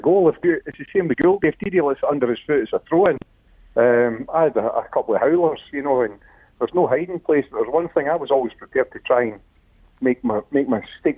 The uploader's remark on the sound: Joined in the studio. On the phone.